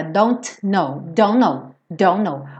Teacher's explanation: eu como T e ligo os dois N's.